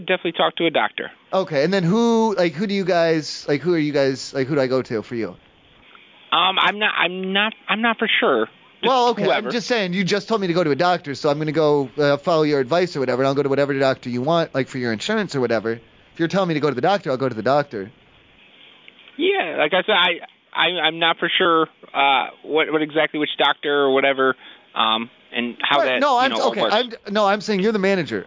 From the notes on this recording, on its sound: The live calls never stop!